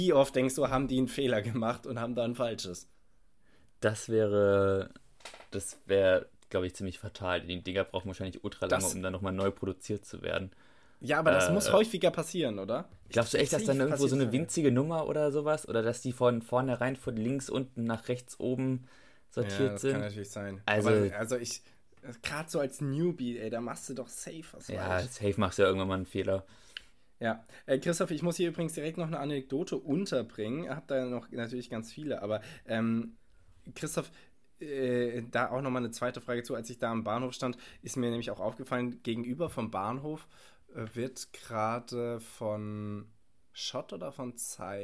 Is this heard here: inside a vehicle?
no